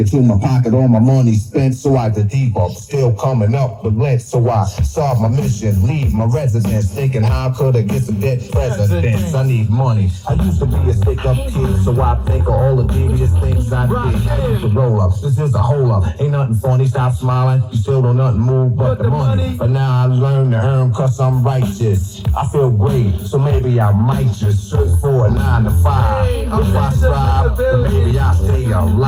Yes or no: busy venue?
yes